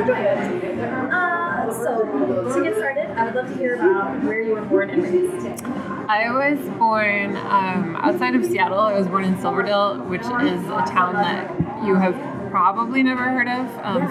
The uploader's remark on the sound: this interview has significant background noise